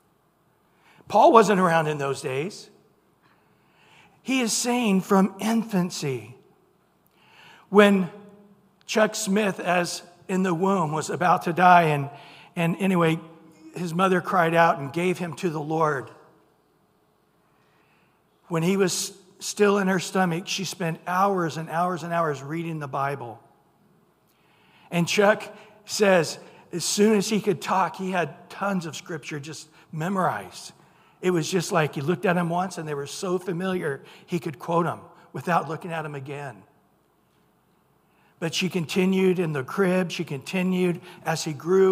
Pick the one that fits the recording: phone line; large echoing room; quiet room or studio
large echoing room